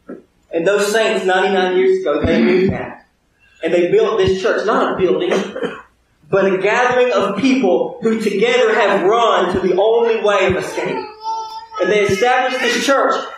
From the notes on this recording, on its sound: This sermon was delivered at the "Cottondale Farewell Celebration"--the final homecoming of our church.